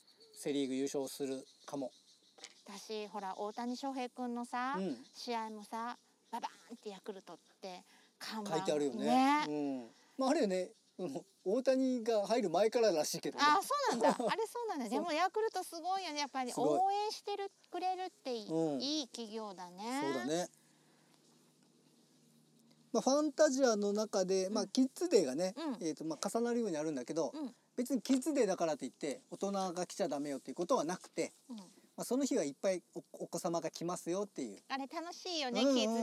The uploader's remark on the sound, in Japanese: 2本目となる四方山バナシは初の野外収録。まだ蝉の声が鳴り響く中、コーヒー片手に。収録場所／ 石井樋公園 （さが水ものがたり館）。